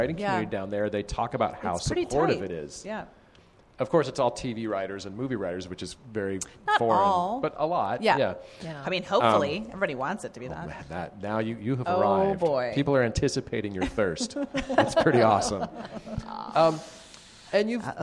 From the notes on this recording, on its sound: Live At Storyfort. Onstage at the Storyfort Festival in Boise, Idaho.